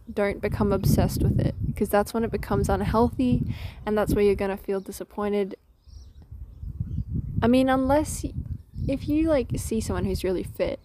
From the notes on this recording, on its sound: Sorry about the wind I had to improvise.